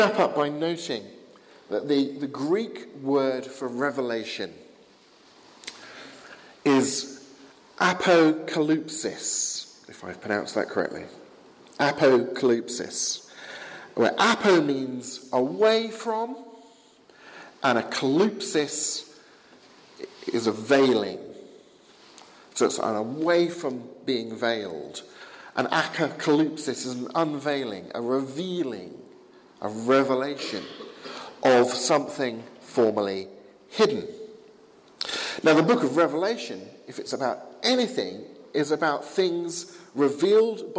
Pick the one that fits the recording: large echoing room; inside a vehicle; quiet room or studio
large echoing room